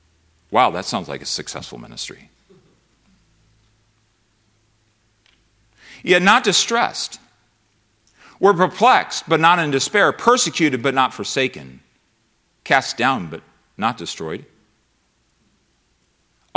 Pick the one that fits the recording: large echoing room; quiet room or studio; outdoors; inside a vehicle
large echoing room